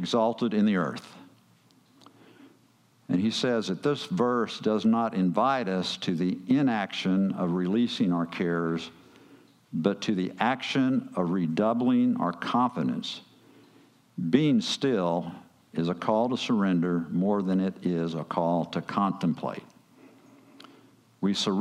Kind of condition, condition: setting, large echoing room